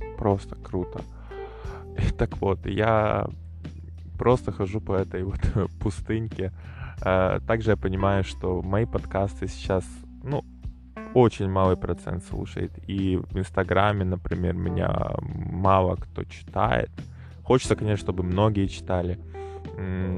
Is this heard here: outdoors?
yes